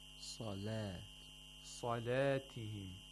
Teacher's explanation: The sad has tafkhim, while the lam has tarqiq. And you can notice there's a big difference between the way that fatha is pronounced in the sad and in the lam.